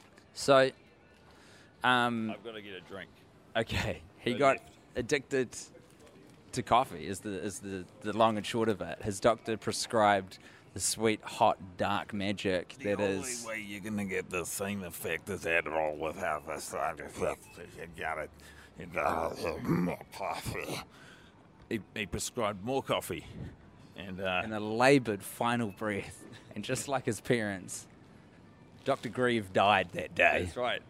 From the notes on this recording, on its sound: Grabbed the microphone and roamed the streets of suburban New Zealand. Their trip includes fireworks blowing up in the background and a quick shop at the supermarket. Two men with headphones on talking into beanie.